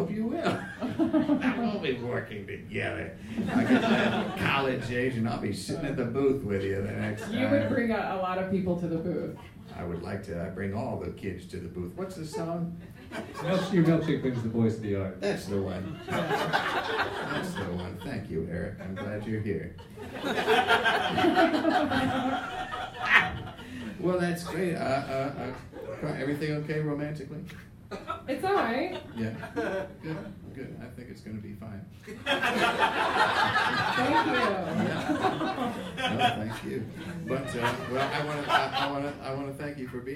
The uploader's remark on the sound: in this live episode